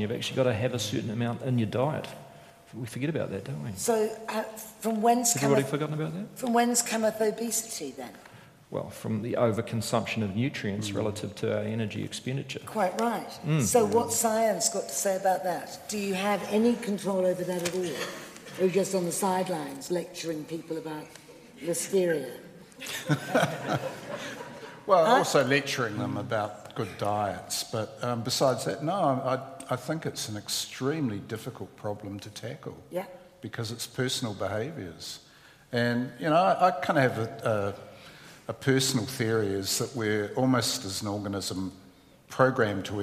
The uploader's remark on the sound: A panel of experts at the annual seminar of the New Zealand Food Safety Science & Research Centre.